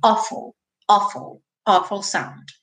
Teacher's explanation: esse awful se escreve com AW, mas tem um som de um O com acento agudo